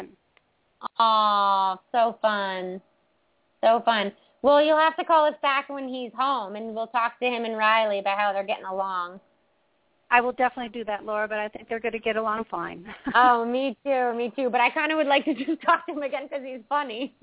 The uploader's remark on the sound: Open up the lines for listeners to call.